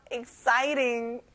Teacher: 싸이에 세게 한번 발음을 해보는 거예요.